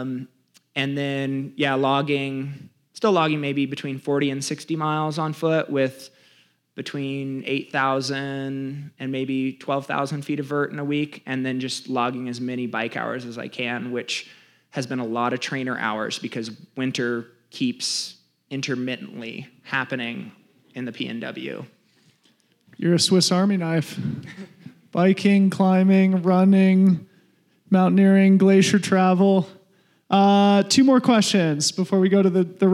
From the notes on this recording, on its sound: This is our first ever LIVE PODCAST! We recorded this on stage in Golden, CO after a screening of The Journey to 100.